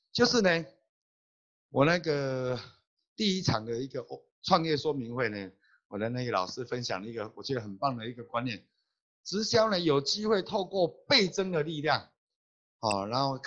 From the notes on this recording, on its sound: Check out our ninth Global Zoom Meeting Highlight.